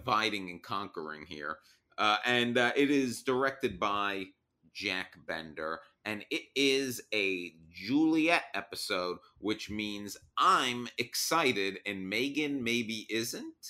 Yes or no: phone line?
no